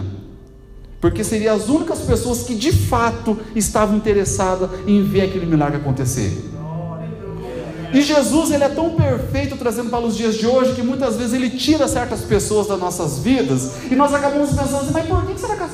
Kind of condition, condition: setting, large echoing room